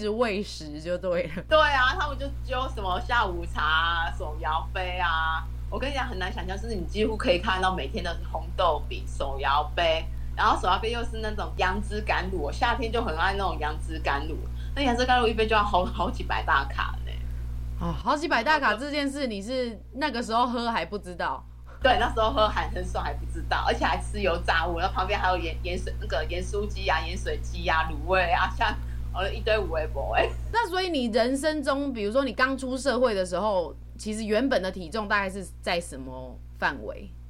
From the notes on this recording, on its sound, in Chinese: 第一次嘗試用視訊採訪的方式錄音。音質不佳還請見諒啊。